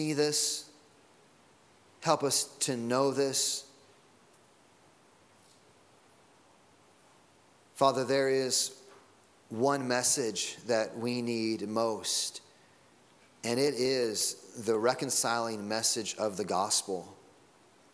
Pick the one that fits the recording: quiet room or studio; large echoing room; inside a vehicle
large echoing room